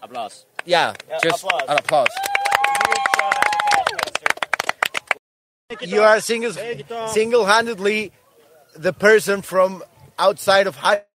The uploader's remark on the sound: Live from HiveFest 2023 in Mexico